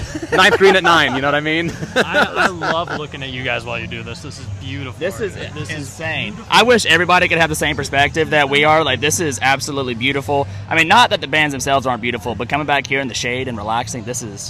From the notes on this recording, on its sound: This episode starts off with a live on the scene recording at JamPacked. On the way back from VA.